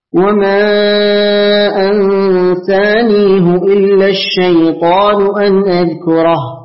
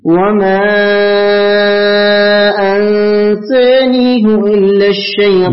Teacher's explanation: حفص لفظ أنسانيه بضم الهاء على الأصل والباقون بالكسر لوجود الياء قبلها